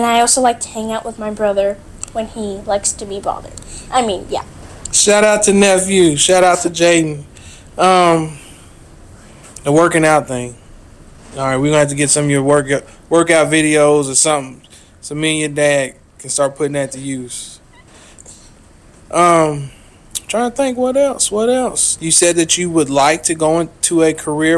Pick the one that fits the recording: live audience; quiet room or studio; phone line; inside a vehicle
inside a vehicle